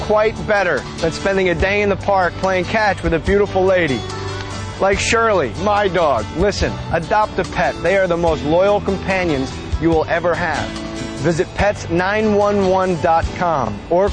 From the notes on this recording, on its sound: Live from Ventura beachside